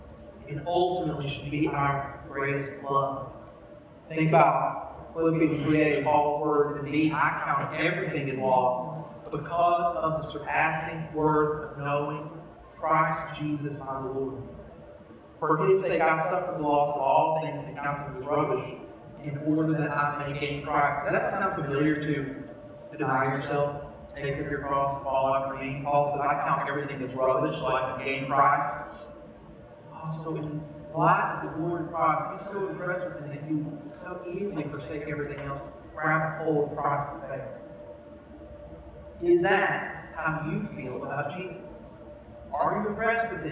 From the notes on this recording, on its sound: We apologize for the audio quality of this episode. We experienced technical difficulties during this recording which we hope to resolve before next week's recording.